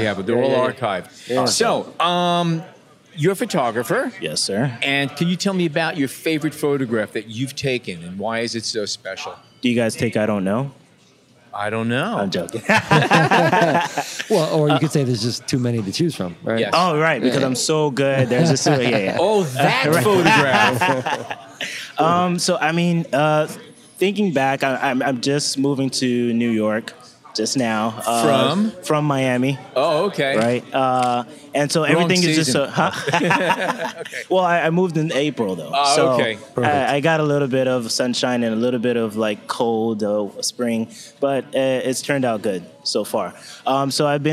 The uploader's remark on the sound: Because we were recording as part of the Lumix Day event, several interesting photographers and videographers, each a Lumix ambassador, were speaking at the B&H Event Space.